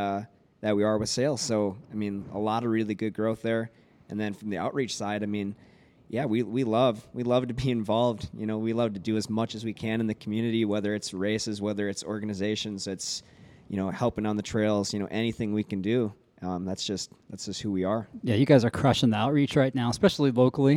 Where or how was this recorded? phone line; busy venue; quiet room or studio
busy venue